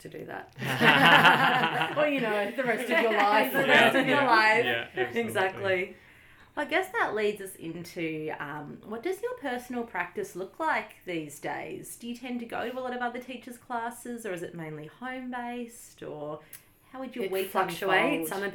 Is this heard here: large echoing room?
no